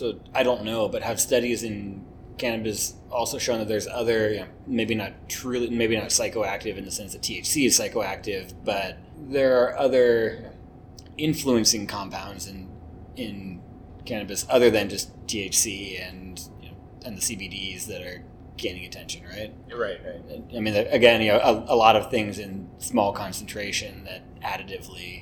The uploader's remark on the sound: Once again, apologies for the mic quality.